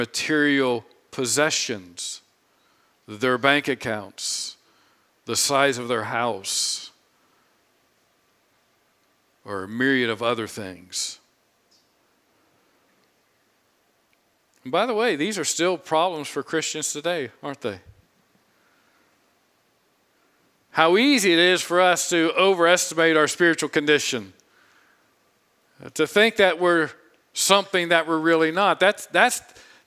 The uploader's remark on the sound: preached this sermon on Sunday, July 24, 2022 from the pulpit of Grace Community Church in Berea, KY